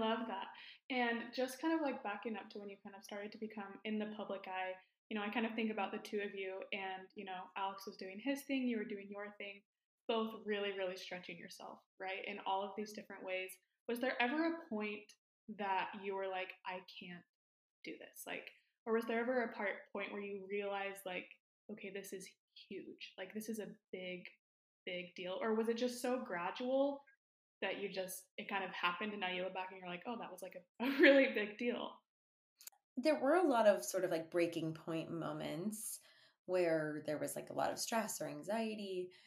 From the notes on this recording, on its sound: I was so excited I forgot how to correctly attach my mic--I don't actually live in a tin can